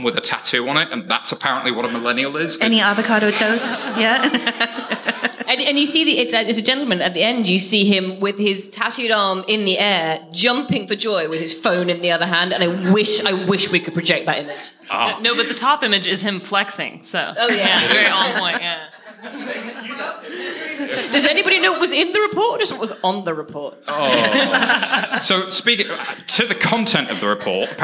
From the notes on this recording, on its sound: Fintech Insider After Dark V - Part 1 London. In front of an amazing audience.